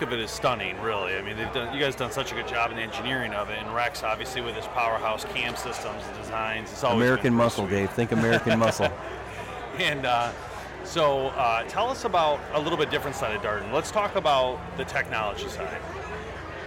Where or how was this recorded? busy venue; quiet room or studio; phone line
busy venue